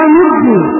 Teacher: وهنا ننجي أدغمت النون الثانية في الجيم فصار نجي · Term: الإدغام